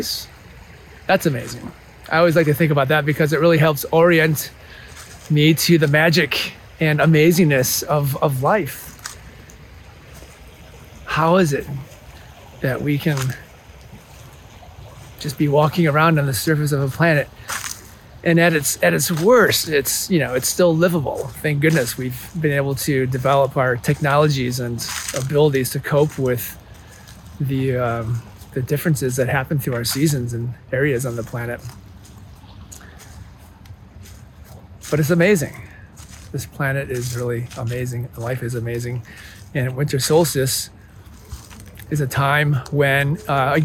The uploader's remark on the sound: Recorded in the bitter cold woods of Indiana.